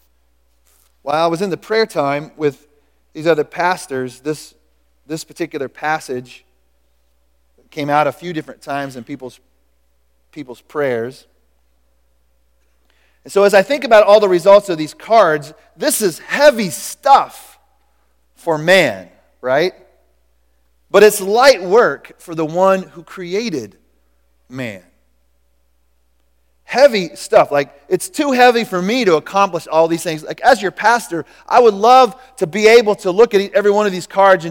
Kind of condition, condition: setting, large echoing room